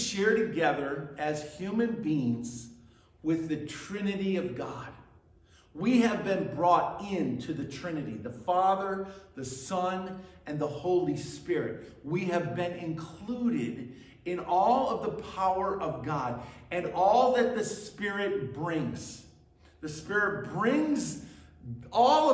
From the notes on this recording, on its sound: at Burlington Christian Church on December 3rd, 2023